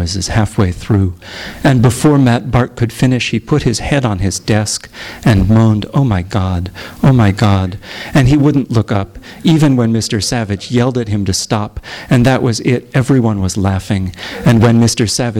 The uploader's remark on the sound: THIS EVENT WAS RECORDED LIVE AT SKYLIGHT BOOKS